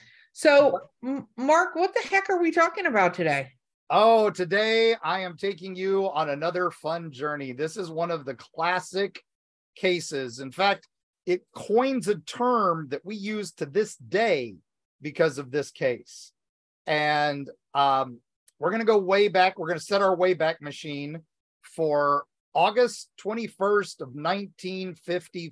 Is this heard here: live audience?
no